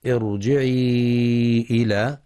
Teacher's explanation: مد منفصل لحفص عن عاصم من طريق الشاطبية يمد 4 أو 5 حركات بسبب مجيء حرف المد في كلمة وهمزة القطع في كلمة أخرى.